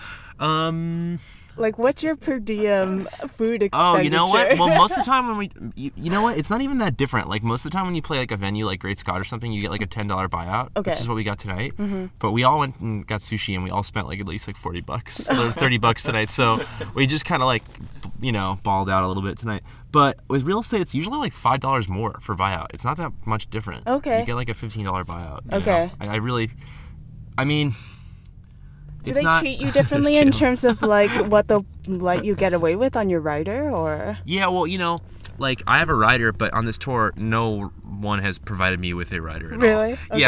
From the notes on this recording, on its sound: Recorded August 9th, 2015 outside of the Great Scott in Allston, MA.